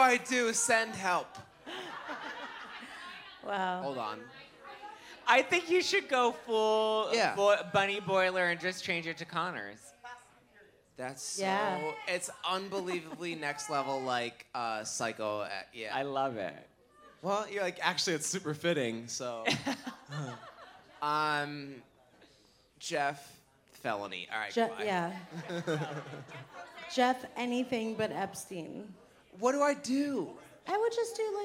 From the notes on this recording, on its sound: Live in LA. Live from The Bourbon Room in Hollywood.